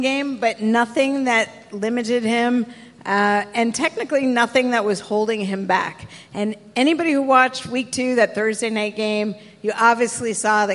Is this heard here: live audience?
yes